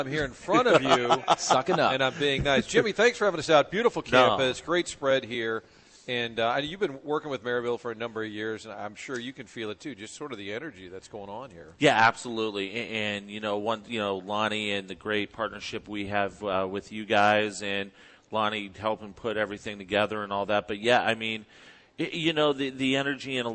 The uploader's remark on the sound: Live at Maryville. Broadcasting live from Maryville University.